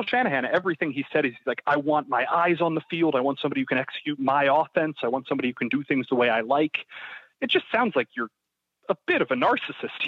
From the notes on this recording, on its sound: joins on the Modern Woodmen phone line